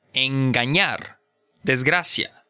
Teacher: in Spanish, you can hear that hard G after a consonant